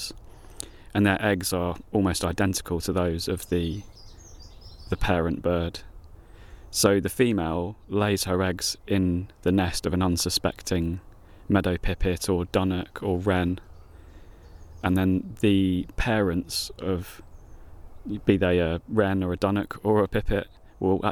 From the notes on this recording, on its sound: In May 2021 I walked 8 miles into the Sussex Weald to see if I could hear a cuckoo. The weather was fine and there were loads of birds out, many of them in full song. You can hear the birdsong, the wind through the trees and the buzzing of bees in the woodland landscape of the High Weald. It's an immersive episode with a guided walk feel, focusing on listening to the surrounding landscape.